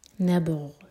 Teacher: با پر قلقلہ اور غین کا سکون کلیئر آئے